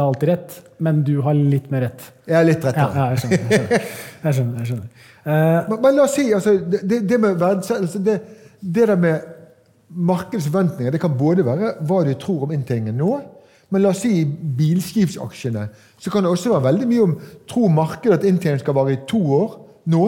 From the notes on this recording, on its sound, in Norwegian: Live på Oslo Event Hub. Dette lydsporet er hentet fra #pengepodden LIVE, som fant sted på Oslo Event Hub.